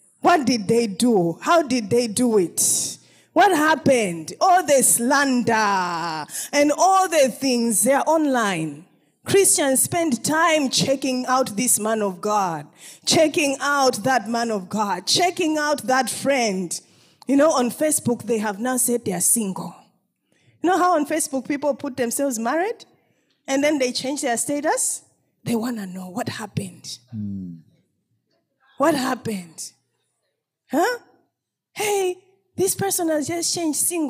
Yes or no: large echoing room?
yes